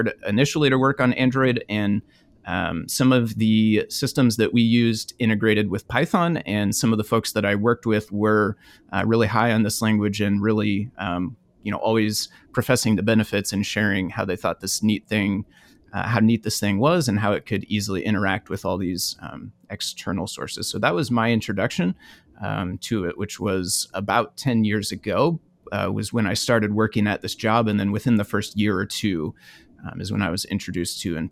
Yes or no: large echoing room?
no